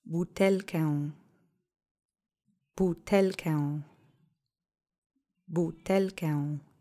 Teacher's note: Accent is on the middle syllable.